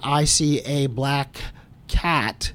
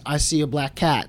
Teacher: they're connecting the k consonant at the end of the one word to the beginning of the next word · Shown in: second take · Term: connected speech